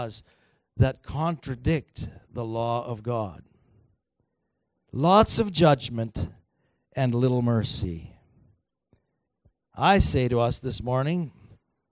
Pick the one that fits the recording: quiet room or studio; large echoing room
large echoing room